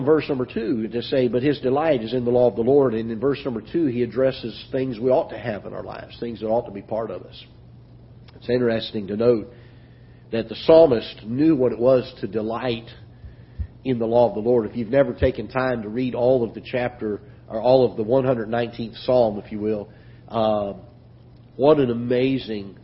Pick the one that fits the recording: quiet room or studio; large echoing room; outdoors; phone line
large echoing room